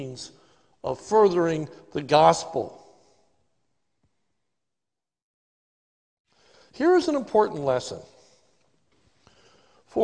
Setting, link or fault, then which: setting, large echoing room